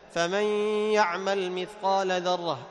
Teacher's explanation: أصلها فمن يعمل، فمن يعمل، لكن ماذا عملنا؟ إدغام، أدخلنا النون في الياء، لكن بقيت صفة الحرف المدغم وهي الغنة، فهذه يسمى إدغام بغنة.